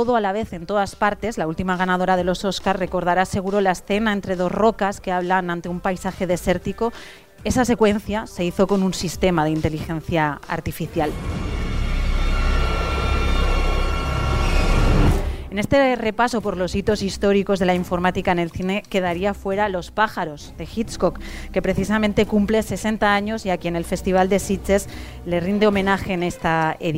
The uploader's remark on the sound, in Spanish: Grabado en directo desde la 56ª edición del Festival de Cine Fantástico Sitges. Desde la King Kong Area del Festival.